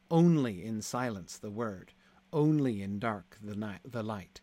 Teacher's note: Immediately after the word only, it transitions to iambs.